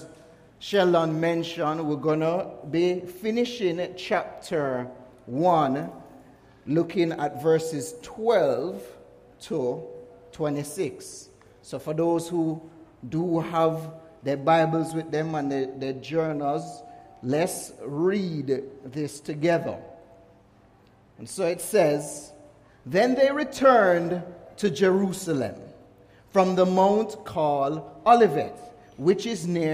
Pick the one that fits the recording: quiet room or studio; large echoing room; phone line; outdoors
large echoing room